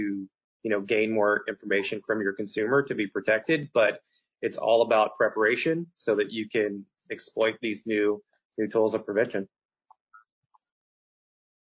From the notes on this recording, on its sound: Webinar Replay – Audio from an earlier webinar with experts from Chargebacks911 .